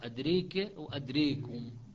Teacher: بكسر الراء وإمالة الألف